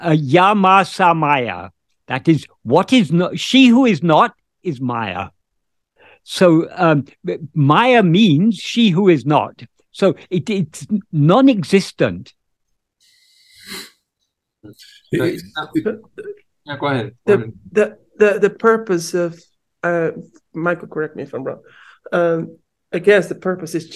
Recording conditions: video call